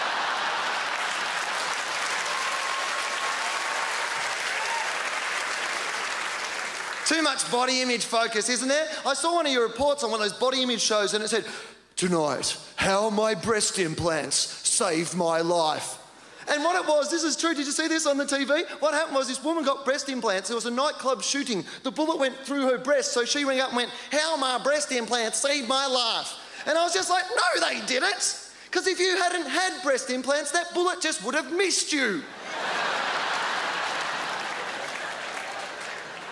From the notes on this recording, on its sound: delivers a high energy set at the 2004 Just for Laughs Festival in Montreal